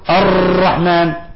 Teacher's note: صار اللسان كالشوكة الرنانة، صار عندنا راءات كثيرة، وهذا يعتبر لحن عند القراء. · Term: التكرار